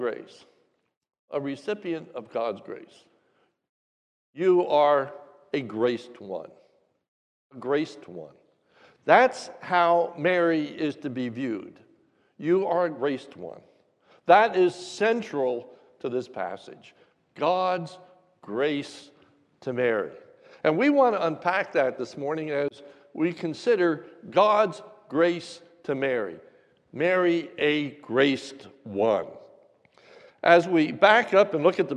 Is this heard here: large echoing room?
yes